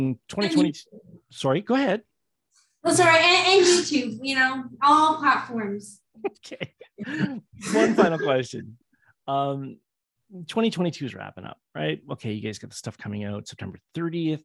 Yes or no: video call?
yes